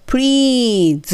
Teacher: プーって言ったらうが残るじゃないですか。この母音を入れないっていうのがコツってことなんですよ。なので、どうなるかっていうと、プリーズっていうふうに言うってことです。伸ばすならば。なので、これ伸ばさなくても、これを縮める。母音を間に入れない